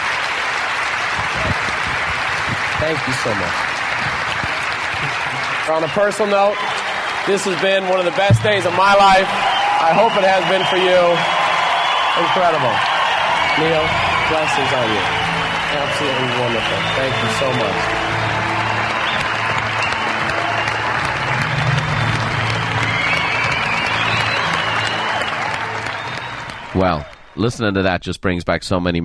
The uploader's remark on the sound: a live recording from a 2002 Buffini & Company MasterMind Summit